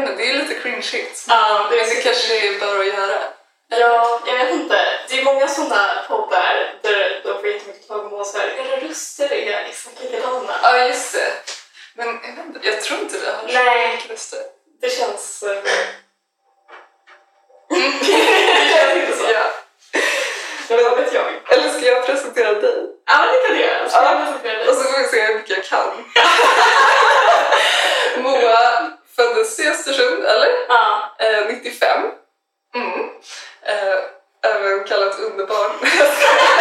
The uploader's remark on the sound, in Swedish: JA DET ÄR HEMSKT LJUD I DET HÄR AVSNITTET